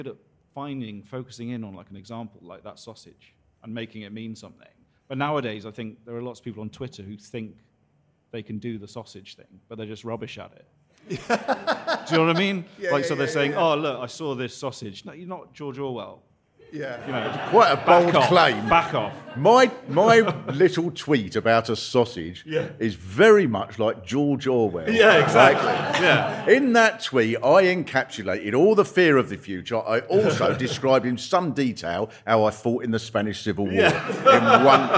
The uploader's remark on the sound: To record a special LIVE episode as part of the Orwell Festival. Live from The Marquis Cornwallis in Central London (just round the corner from a blue plaque celebrating Orwell).